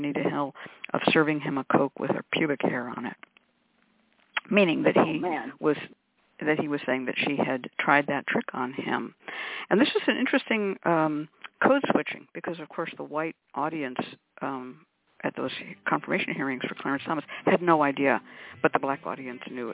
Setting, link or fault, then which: link, phone line